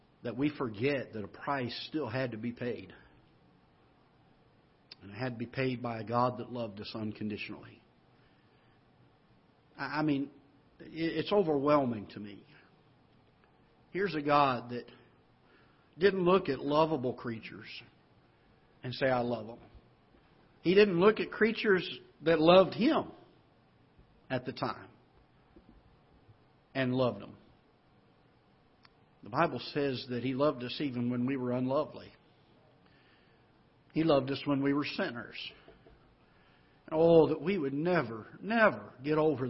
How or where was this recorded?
large echoing room